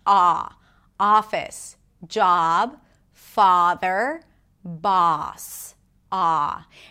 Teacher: you drop your tongue, you drop the root of the tongue, and the voice resonates in the back. Also, your mouth opens more and the lips round just a bit, not too much.